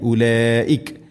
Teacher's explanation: ഉലൈക മദ് മുത്തസിൽ, നിർബന്ധമായിട്ടും നാലോ അഞ്ചോ ഹർക്കത്തിൻ്റെ ഖദറിൽ നീട്ടണം.